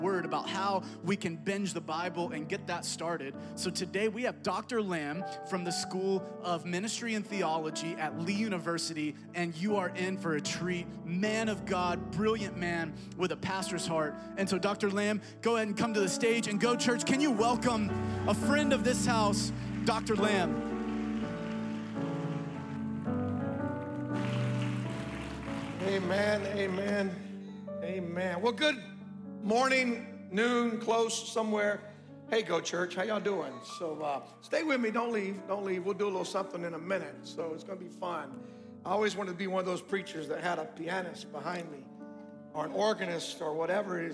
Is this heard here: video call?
no